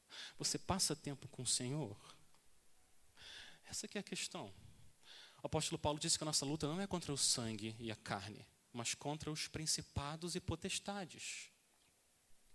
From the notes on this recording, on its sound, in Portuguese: Mensagem gravada na Igreja Batista Jardim Minesota